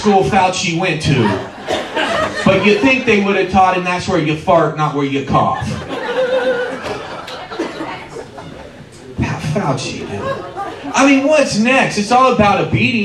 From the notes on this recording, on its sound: We go to West Milton Ohio to hear. Perform a comedy show in front of the locals.